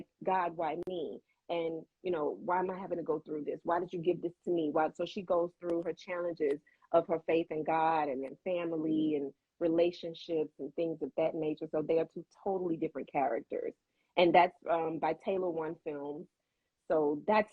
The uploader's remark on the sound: Recorded 4/24/2022 via Instagram Live.